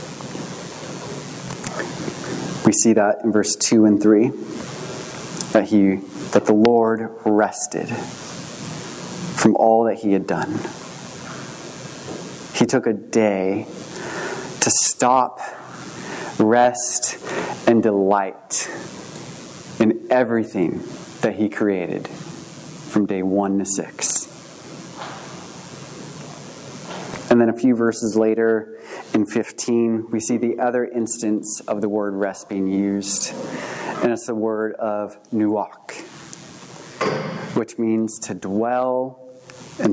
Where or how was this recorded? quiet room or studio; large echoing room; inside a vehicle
large echoing room